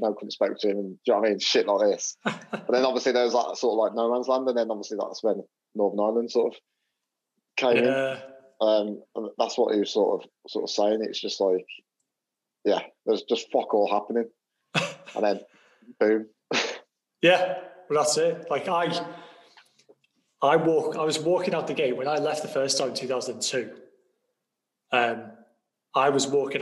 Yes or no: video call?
yes